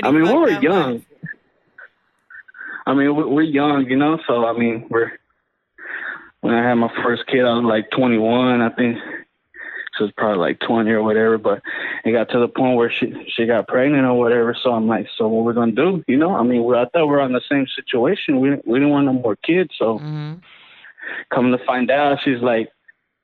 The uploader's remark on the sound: Took some voicemail's. We opened up the phone lines.